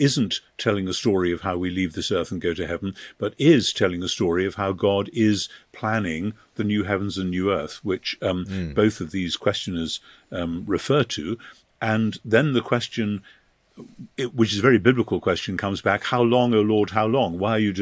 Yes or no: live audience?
no